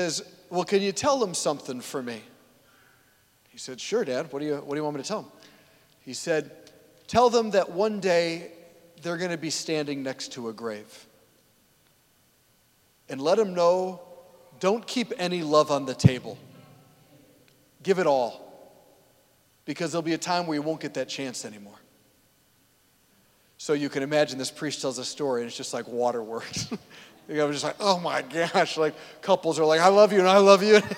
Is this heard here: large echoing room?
yes